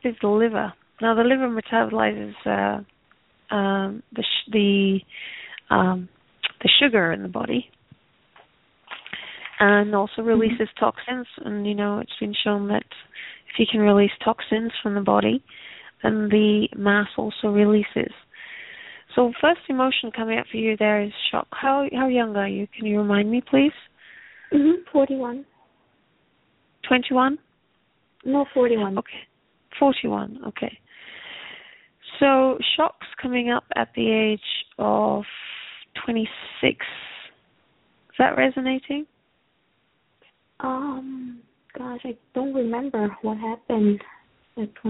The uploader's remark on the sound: takes your calls